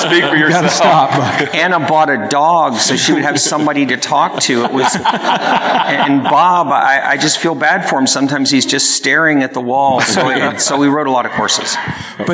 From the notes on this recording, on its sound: answered questions from the attendees of the conference both in-person and online